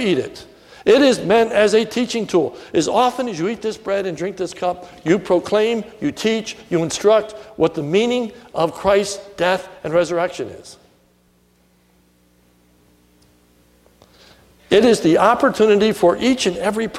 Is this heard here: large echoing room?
yes